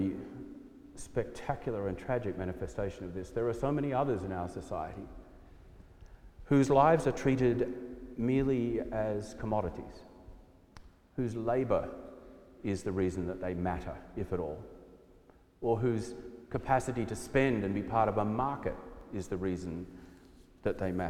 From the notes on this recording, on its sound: preached at our celebration of the Holy Eucharist on the Fourth Sunday after the Epiphany